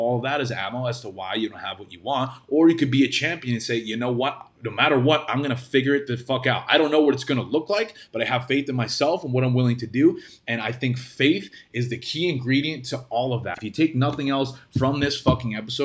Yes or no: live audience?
no